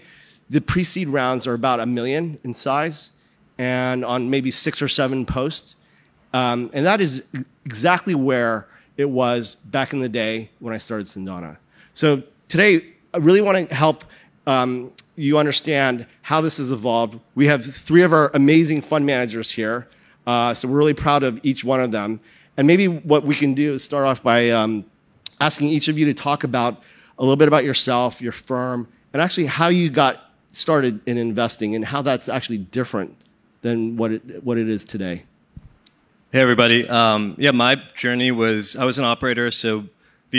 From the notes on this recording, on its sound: Recorded on March 1, 2022 at the Upfront Summit.